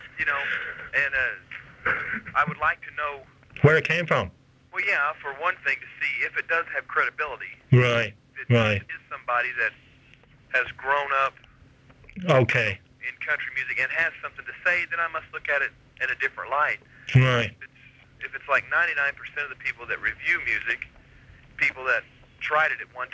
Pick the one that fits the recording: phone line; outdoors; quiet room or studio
phone line